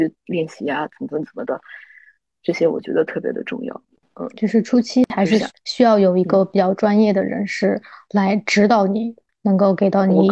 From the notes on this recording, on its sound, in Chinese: 线上录制，音质问题还请见谅！